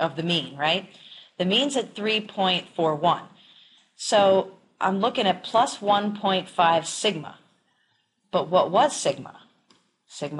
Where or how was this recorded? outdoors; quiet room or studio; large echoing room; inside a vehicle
large echoing room